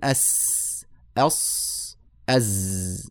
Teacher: من هذه الجهة ما بين الثنايا العليا والسفلى أقرب إلى السفلى أضع لساني بين الثنايا العليا والسفلى فيخرج لي صوت السين والصاد والزاي تسمى حروفا أسلية لخروجها من أسلة اللسان يعني طرفه آه هنا